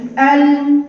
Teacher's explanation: ما فيش هواء. ليه؟ الوترين الصوتيين مقفولين. · Term: الجهر